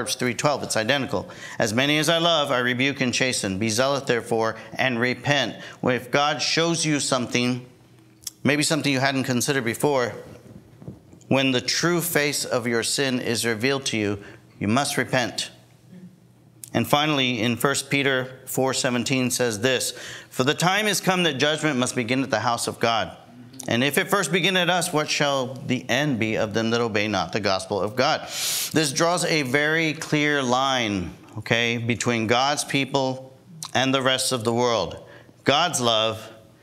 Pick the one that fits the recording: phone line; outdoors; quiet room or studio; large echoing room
large echoing room